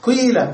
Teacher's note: إشمام الكسر شيئا من الضم